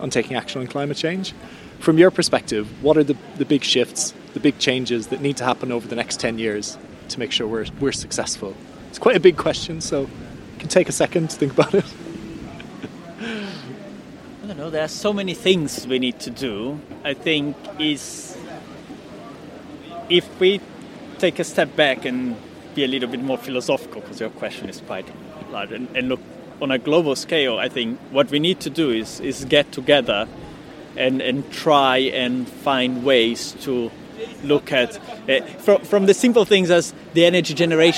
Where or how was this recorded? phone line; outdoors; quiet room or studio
outdoors